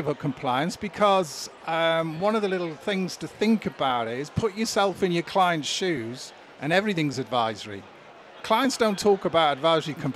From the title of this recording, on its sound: Event Special - Accountex 2023 - Live Interviews